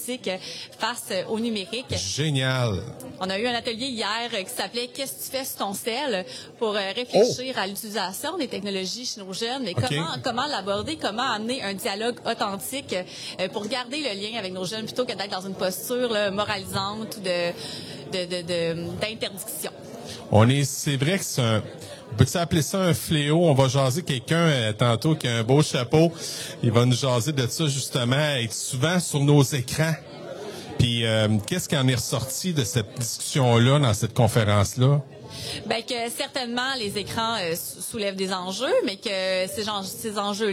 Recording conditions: busy venue